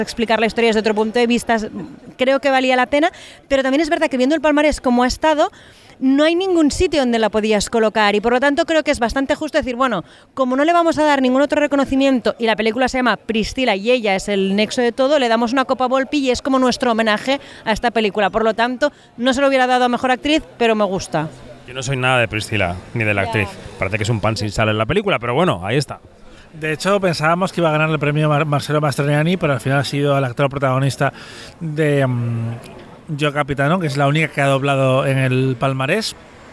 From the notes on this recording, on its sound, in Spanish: En nuestro último episodio desde el Lido -grabado en el final de una cena en la que abundan los tartufos y los negronis.